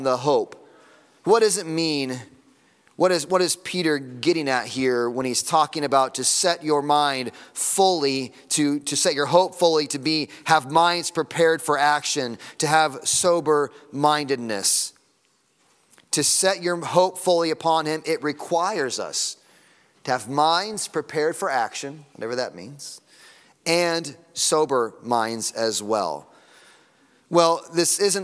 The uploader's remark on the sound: Sunday Morning Sermon Audio.